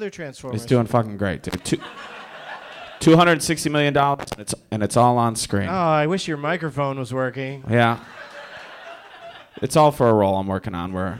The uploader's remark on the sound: Live from Helium Comedy Club in Philadelphia